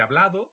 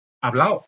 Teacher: la pérdida, en este caso, de la D entre vocales · Shown in: second take